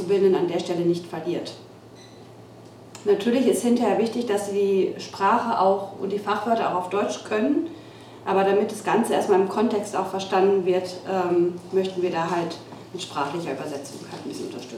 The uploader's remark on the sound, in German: April 2022 im Café Vielfalt in Lemgo aufgezeichnet.